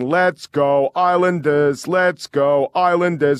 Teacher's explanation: Also, the crowd drops the R.